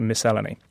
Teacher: I stress the second syllable, which is a tongue twister for anyone else.